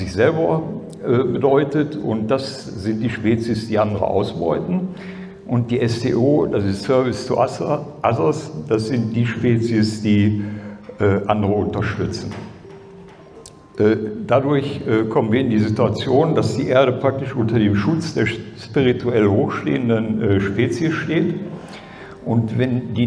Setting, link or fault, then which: setting, live audience